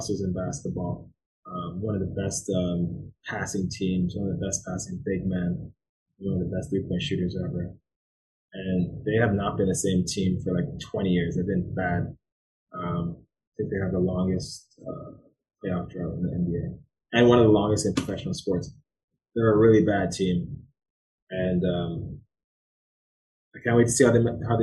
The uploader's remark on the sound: We apologize if the sound quality is a bit off on this show. Its a heat wave and we unknowingly had an air conditioner on.